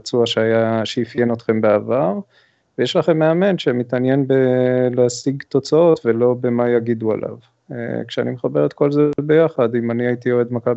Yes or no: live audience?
no